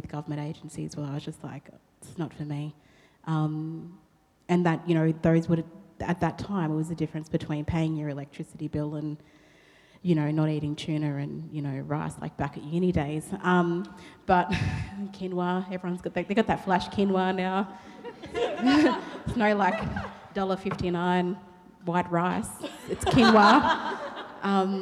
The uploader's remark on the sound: a snippet from the live edition of Race Matters as part of NAIDOC Week 2019